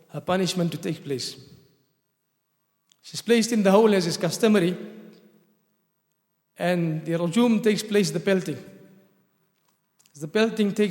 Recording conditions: large echoing room